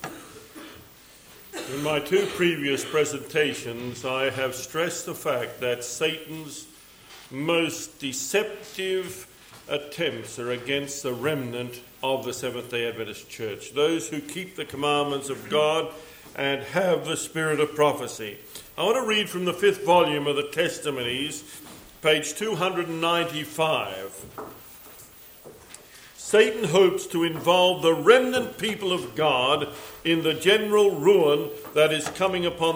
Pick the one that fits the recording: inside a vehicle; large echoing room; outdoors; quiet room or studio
large echoing room